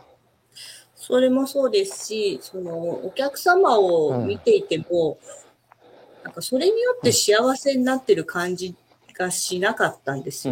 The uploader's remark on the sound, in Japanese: 歩きながら1時間、対談する。